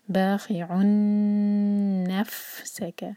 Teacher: باخع نفسک، با مدت بعید و حرکہ، باخی یہاں پہ غین نہیں ہے، یہ کبھی کبھی لوگ اس کو غین پڑھ دیتے ہیں، یہ ہے خا. باخی عن، عین کی تنوین کے بعد نون، ہم آلریڈی سیکھ چکے ہیں ادغام غنہ کے ساتھ، نون کو ہولڈ کریں گے. باخی عن نفسک، جب بھی ہم فا نکالیں تو پھونک جیسے مارتے ہیں نا، اس طرح آواز آنی چاہیے نفسک، اس کا جو مخرج ہے وہ غائب نہ ہو.